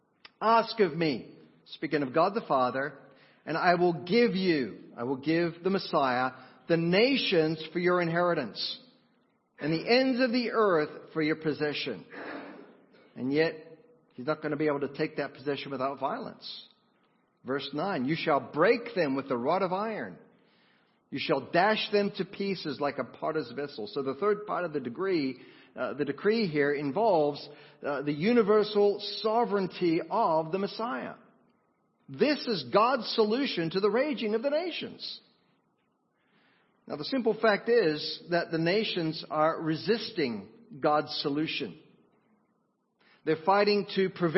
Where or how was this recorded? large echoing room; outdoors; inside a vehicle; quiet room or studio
large echoing room